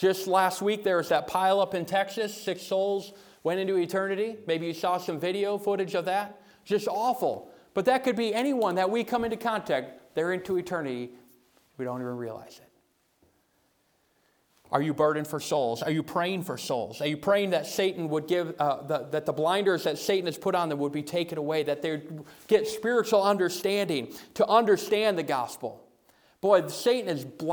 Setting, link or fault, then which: setting, large echoing room